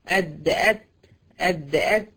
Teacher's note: الدال والت الاثنين دول مرققين، فبرضو الطرف مع الاصول هي هياها، بس اللسان ايه مستفل، اللسان مفرود